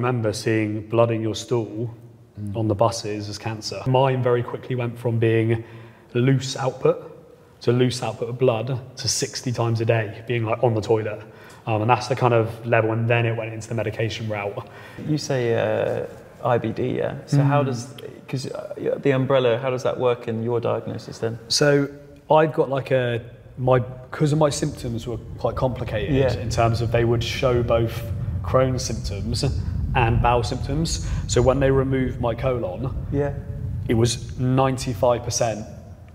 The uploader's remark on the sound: a fantastic live panel discussion hosted by The Book of Man